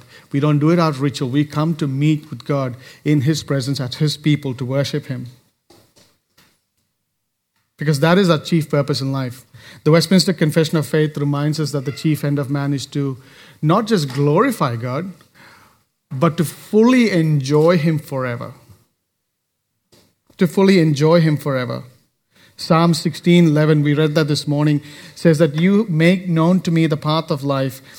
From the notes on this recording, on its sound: recorded live at Grace Community Bible Church